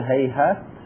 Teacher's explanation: وإنما الكثير الوقف عليها على هيهات بالتاء